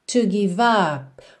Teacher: Não temos uma vogal depois desse P.